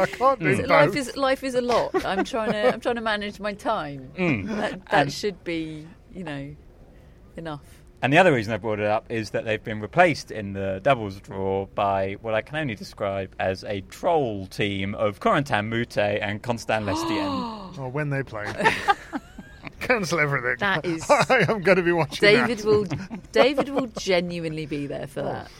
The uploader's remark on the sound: Live from Wimbledon Day 2. Rain return.